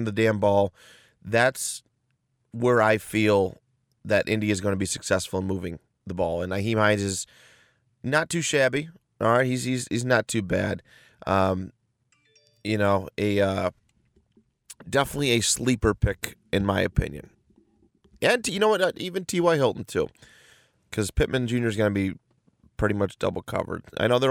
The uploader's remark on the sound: In Indianapolis for this week’s fantasy episode, recording out of his car after a night of hijinks.